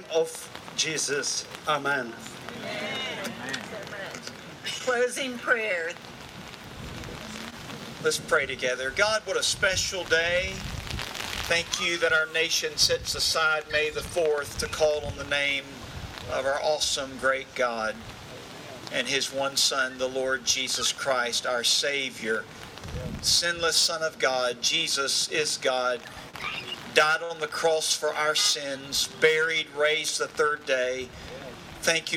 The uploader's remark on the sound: Follow The Son Radio proudly presents the live broadcast of this year's "Prayer on the Square" in celebration of the annual National Day of Prayer events.